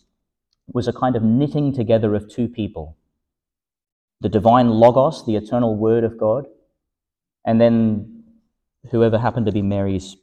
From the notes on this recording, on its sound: Homily for the Sixth Sunday in Eastertide, delivered (at the evening Mass) in Our Lady Star of the Sea Church, Gladstone, Qld.